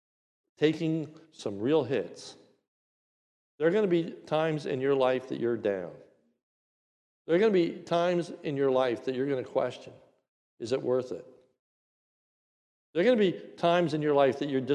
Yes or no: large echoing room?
yes